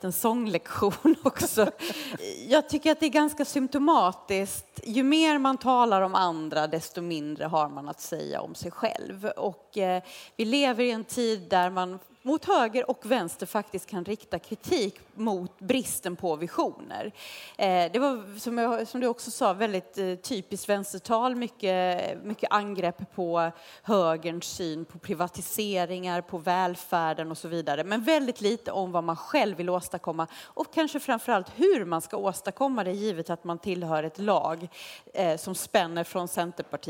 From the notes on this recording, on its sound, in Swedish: Livepodd från Almedalen. En specialpodd från Di:s ledarredaktion.